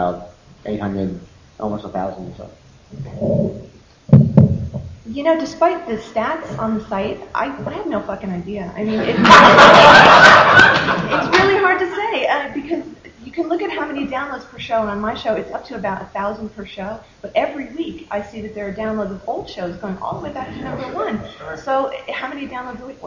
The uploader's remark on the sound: The complete audio recording of the Comics Podcasting Panel on July 23rd at the San Diego Comic Con.